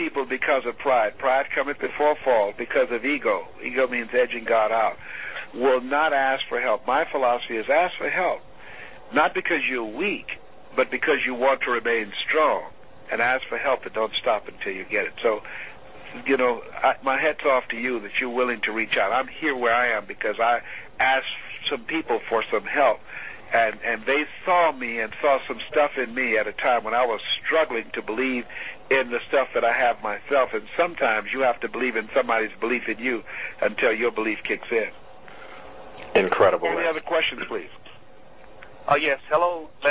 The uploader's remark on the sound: teleconference phone conversation